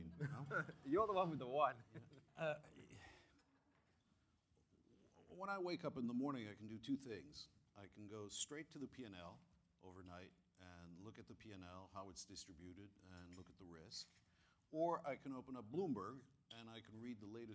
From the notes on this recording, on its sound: One session at the Conexus Financial, Investment Magazine, Absolute Returns Conference. Held at the InterContinental Hotel, Double Bay.